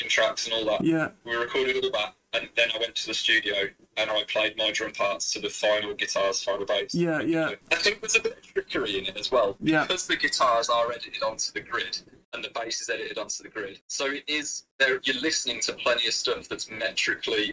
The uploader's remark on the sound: (FaceTime). This one was recorded from my phone speaker.